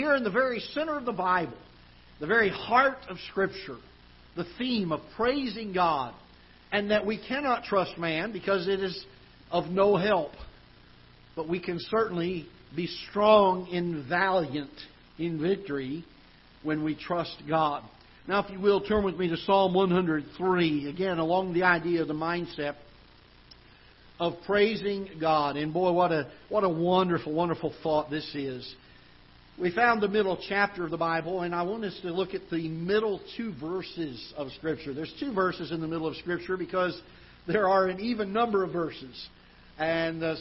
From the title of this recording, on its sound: Ketha Heights Baptist Church ~ Live Broadcast